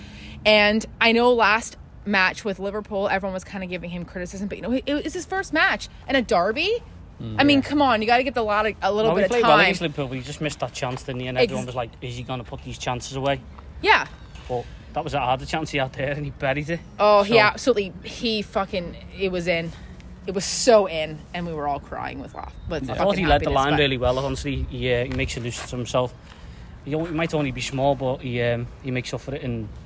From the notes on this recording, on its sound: Immediate thoughts outside Goodison Park.